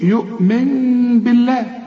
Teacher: هنا الإقلاب اللي احنا خدناه، شوف يؤمن بالله بتقلب، ولذلك رسم لك فوق النون ميم، لو سمحت اقلب النون لميم واخفيها وغنها وما تضم شفايفك